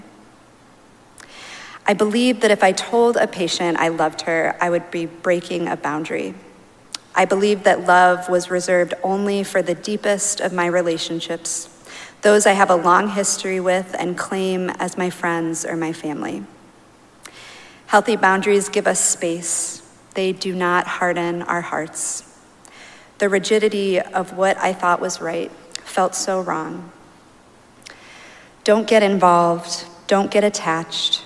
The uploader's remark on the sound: Recorded live at Arlington Street Church.